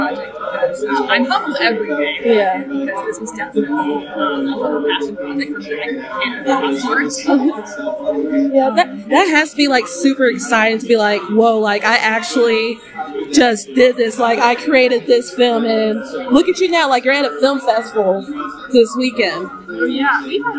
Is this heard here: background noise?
yes